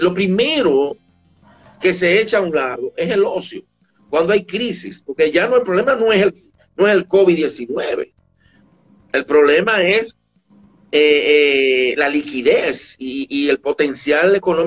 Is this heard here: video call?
yes